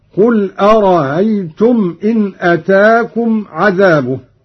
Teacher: بتسهيل الهمزة الثانية من أرأيت الاستفهامية